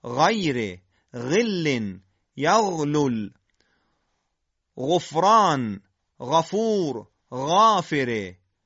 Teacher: دو حرف خا و غین در اثر ارتعاشات سریع نرمکام که به زبان کوچک ختم میشن تولید میشه. صدای غین نسبتاً نرم و ممتده و با ارتعاش تارهای صوتی همراهه. شما صدای غین رو در صدای غرغره آب در گلو میتونین تشخیص بدین.